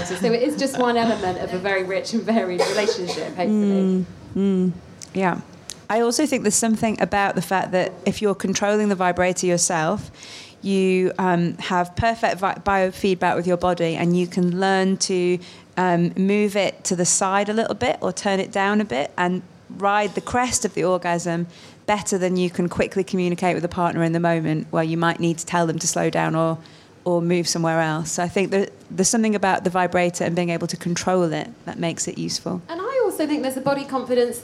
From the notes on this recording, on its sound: A very special live edition of the Hotbed, recorded at Sh! Women’s Store in London. Their gaggle of gorgeous listeners.